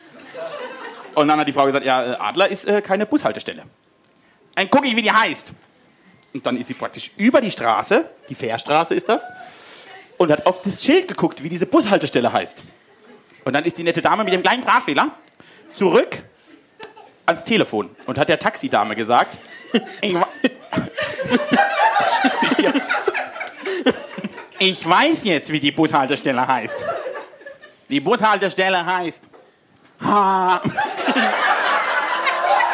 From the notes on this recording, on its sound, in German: WiEderlicher LIVE. Genießt den ersten Teil der großen Live-Show von wiEderlicher!